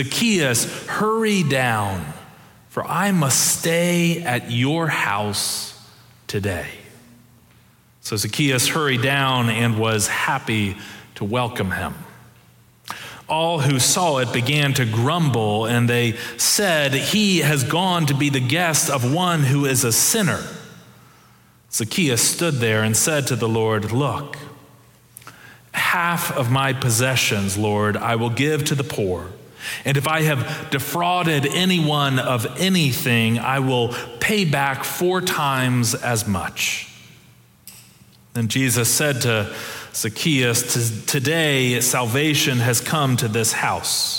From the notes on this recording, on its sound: Preached October 30, 2022 in our Kirkin' o' the Tartans worship services.